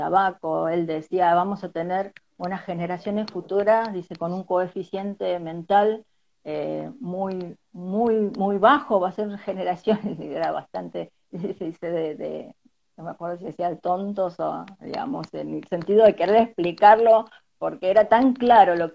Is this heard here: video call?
yes